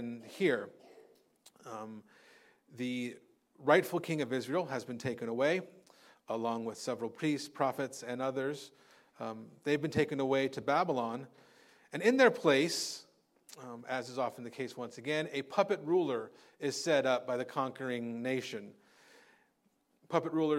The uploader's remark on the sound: Recorded on Sunday, January 21st, 2024 at Living Hope Orthodox Presbyterian Church (OPC) in Cerritos, CA.